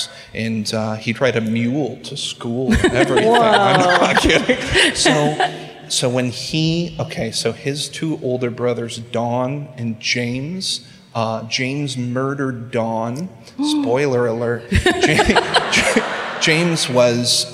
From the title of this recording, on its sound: Live at the Microsoft Theater in Los Angeles